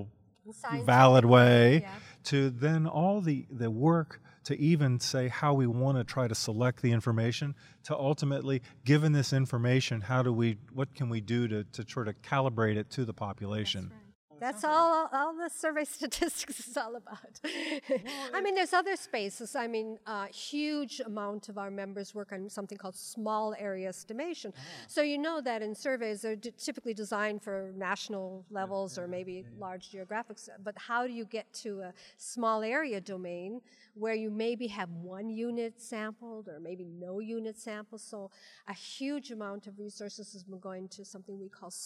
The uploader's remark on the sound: Live From the WSC